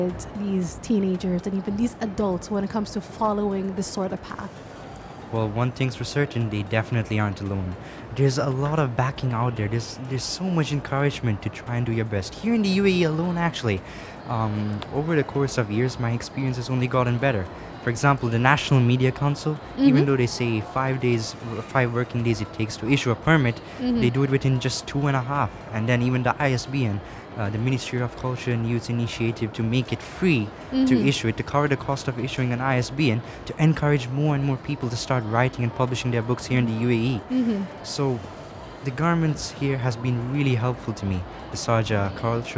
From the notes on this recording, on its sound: Live from SIBF 2022.